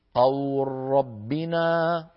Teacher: فلنا أن نمد الواو هذه التي في قو، لنا أن نمدها حركتين أو أربعة أو ستة، فنقول قول ربنا أو نقول قول ربنا أو نقول قول ربنا، ست حركات. · Term: مد اللين